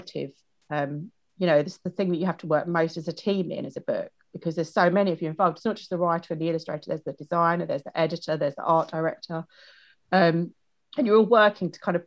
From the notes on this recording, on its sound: This interview was recorded during lockdown over zoom